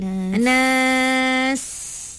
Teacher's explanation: Kena bunyi desiran pada sin tu.